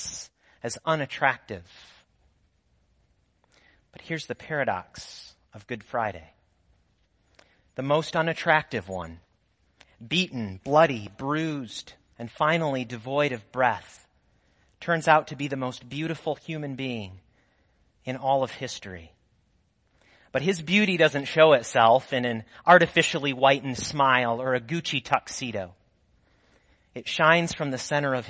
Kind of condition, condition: setting, large echoing room